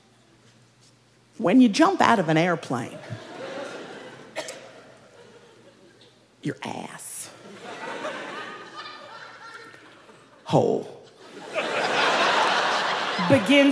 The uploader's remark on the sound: Snap LIVE! in Brooklyn